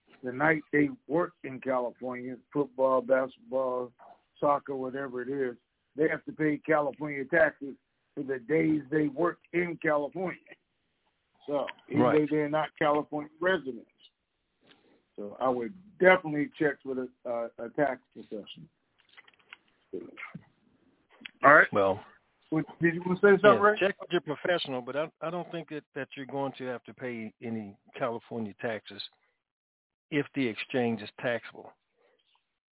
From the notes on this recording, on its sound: TNTSuperfantastic Conference Call.